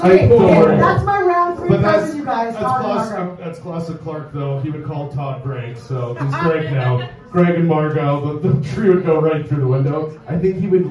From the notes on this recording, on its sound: Live From Wee Johnny's The Secret Santa Debate. All 4 of them must prove to the crowd who the best secret santa shopper is.